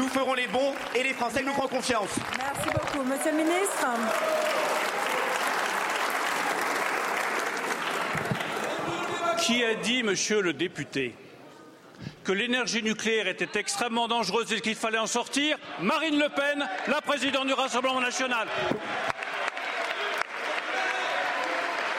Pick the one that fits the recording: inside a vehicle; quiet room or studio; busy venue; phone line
busy venue